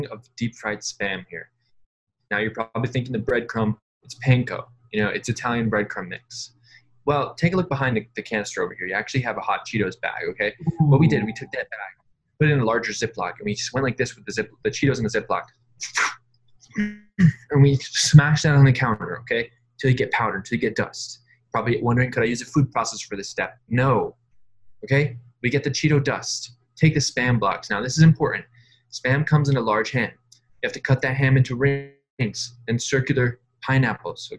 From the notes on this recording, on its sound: Another zoom ep.